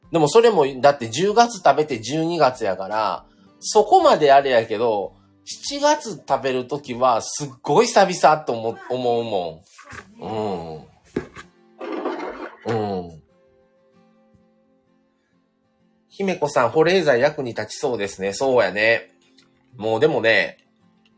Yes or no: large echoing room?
no